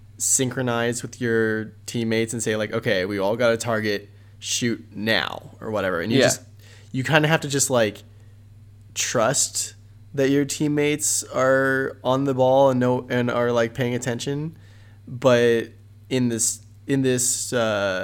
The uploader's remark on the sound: pardon the humming and some audio peaks